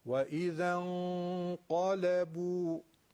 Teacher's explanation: این حروف بغل دستی این حرف درشت شد دیگه، نباید درشتشون بکنید. ظال نازک، لام نازک، فقط قاف این وسط درشت